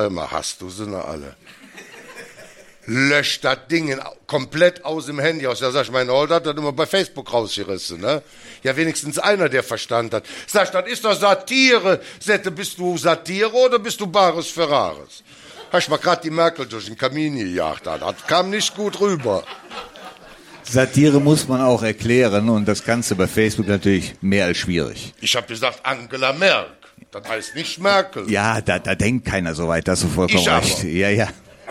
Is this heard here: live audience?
yes